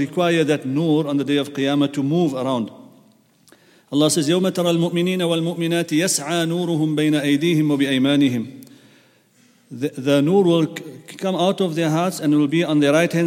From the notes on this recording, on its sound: at the Houghton Masjid (West Street)